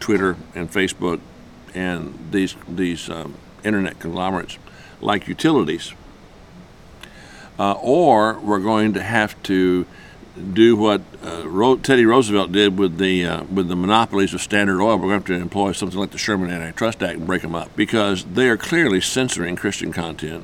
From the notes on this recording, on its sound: The interviews in this show (including American Family Radio, The Museum of the Bible, and more) were recorded at the 2019 Proclaim Conference, hosted by the National Religious Broadcasters Convention in Anaheim, CA.